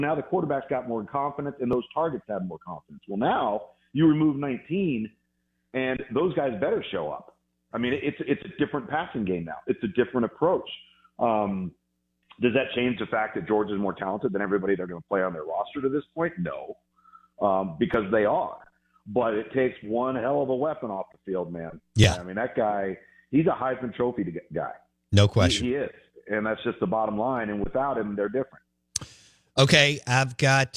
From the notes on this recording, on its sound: Joins the show on the Farm Bureau guest line talking about the biggest stories in college football live in the BankPlus Studio.